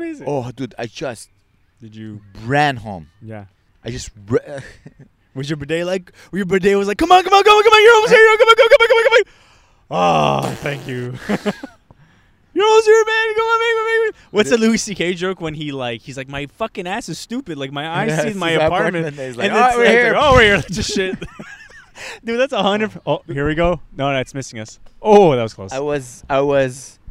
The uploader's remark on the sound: We record right by a baseball field it's rly a nice sight. We almost get hit in the head by a soft ball.